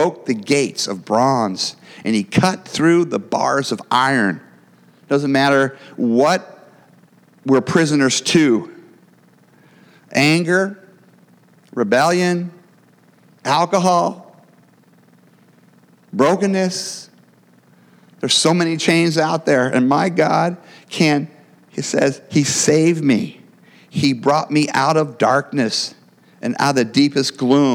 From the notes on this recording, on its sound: Every week we will share the gospel preached at our church on Sunday.